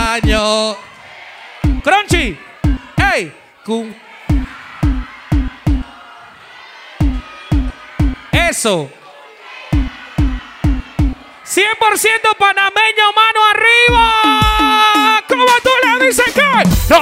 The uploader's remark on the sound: Live Session at 5to5 Hotel Hilton Panamá